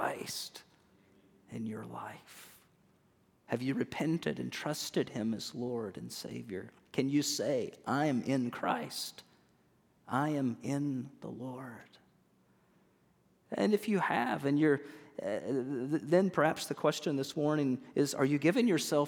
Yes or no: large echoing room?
yes